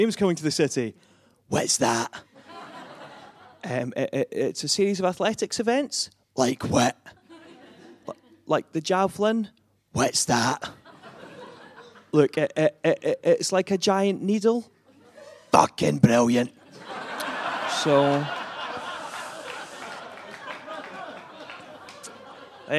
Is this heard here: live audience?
yes